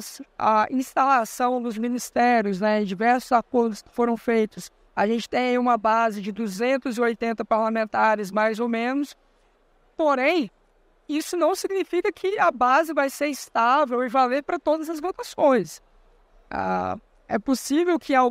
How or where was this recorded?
busy venue